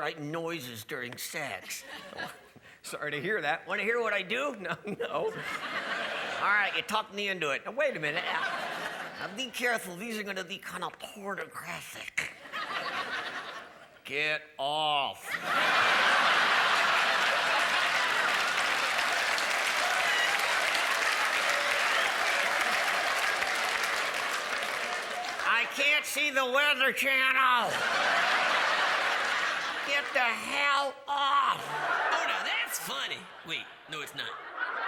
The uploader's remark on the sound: A comedy event that set the new standard for how truly awesome a comedy special can be. A live show that will have you on the floor laughing!